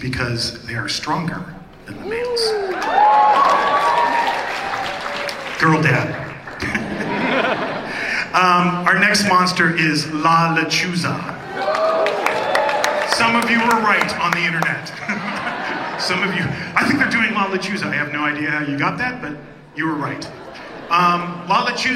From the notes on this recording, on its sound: We showcase the panel from Midsummer Scream